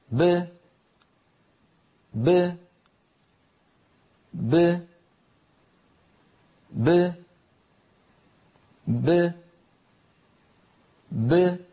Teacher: باء ساكنة مقلقلة تخرج بتباعد الشفتين دون تباعد الفكين · Term: الباء المقلقلة